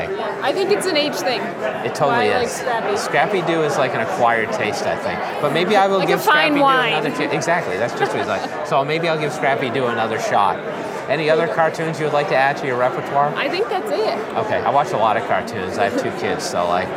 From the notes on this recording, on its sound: Interviews from the TECHSHOW Floor. Let him wander around ABA TECHSHOW, you’re bound to get off the cuff conversations, intriguing guests, and only a couple awkward silences.